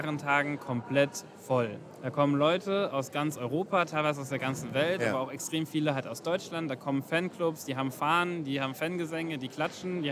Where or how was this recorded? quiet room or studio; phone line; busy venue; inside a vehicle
busy venue